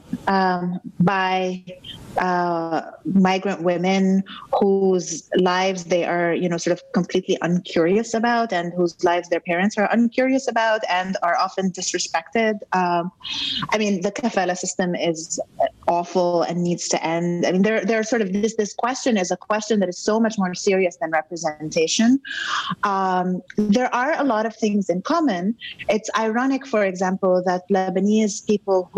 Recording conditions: video call